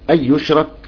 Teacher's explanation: أي يشرك ترك الغنة لخلف والضمير يبقى إدغام كامل